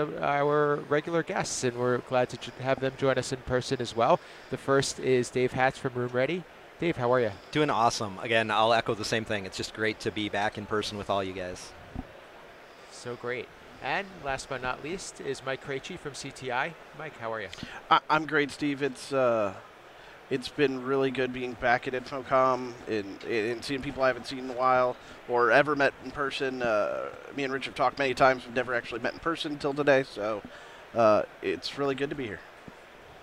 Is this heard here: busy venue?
yes